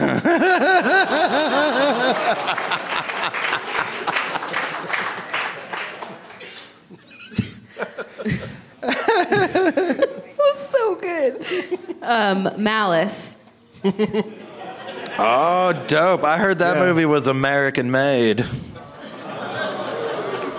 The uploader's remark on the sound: Live from Comedy Off Broadway in Lexington, KY.